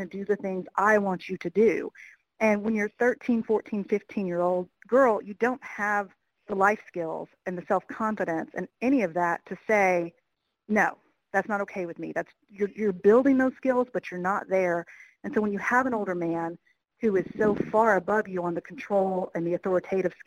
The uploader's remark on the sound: We phone interviewed the prosecutor of his case. This recording took place during the From Cradle to Cane Conference: Crimes Against Vulnerable Victims in Charleston, SC March of 2017.